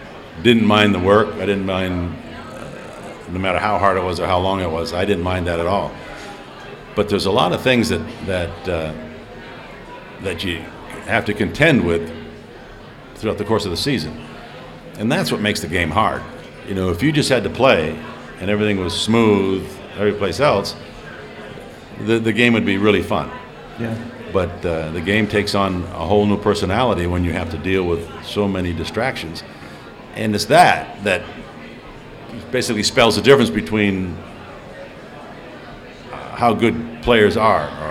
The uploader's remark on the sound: live at the ChiSox Bar and Grille